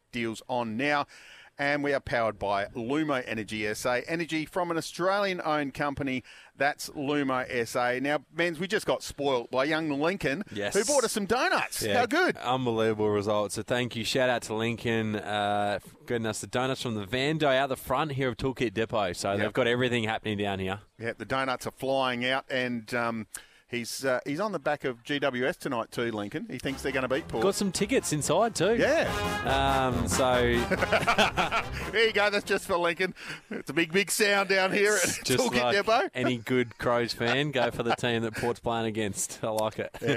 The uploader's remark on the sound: live from Tool Kit Depot's opening in Seaford